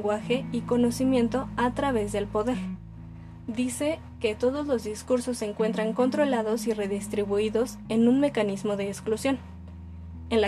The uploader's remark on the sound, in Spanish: Nota: Disculpen el sonido de los tamales.